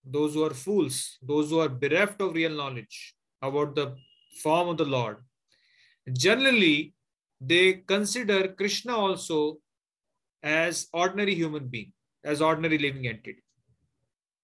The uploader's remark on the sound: Zoom recorded classes